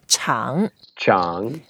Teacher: Chang is the third tone, so we go down first and up and we make some effort.